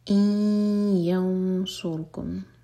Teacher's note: ان ینصرکم یہاں پر دو سیکنڈس کا ٹائم دیں گے. یہ ہے ادغام غنہ کے ساتھ، ناک میں آواز لے جائیں گے، دو سیکنڈس کا ٹائم دیں گے